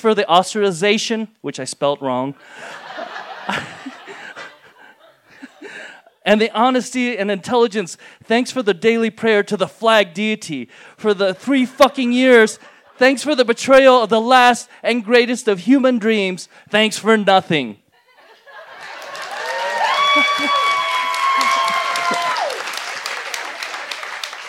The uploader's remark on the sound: in front of a live audience on 16 May 2018 at Buntport Theater in Denver, Colorado